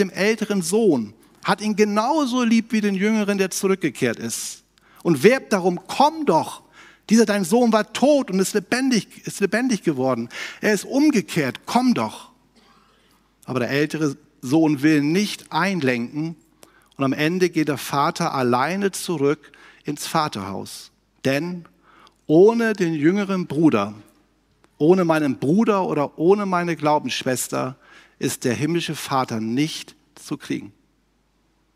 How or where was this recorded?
large echoing room